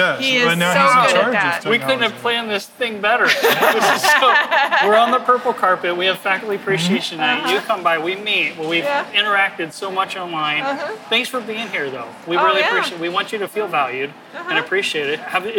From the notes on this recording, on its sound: This very special episode was captured “live” on the purple carpet. Faculty attendees, presenters, and academic leadership were on hand.